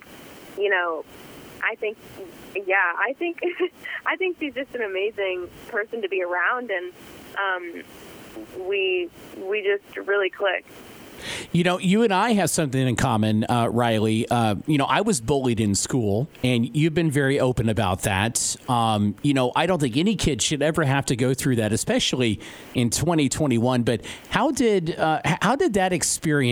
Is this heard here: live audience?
no